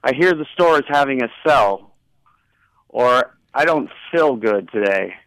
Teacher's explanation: we call this the feel-fill merger and the fail-fell merger.